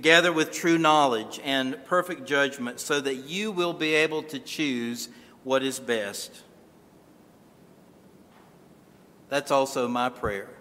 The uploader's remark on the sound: This sermon was originally recorded at Calvary Moravian Church in Winston-Salem, NC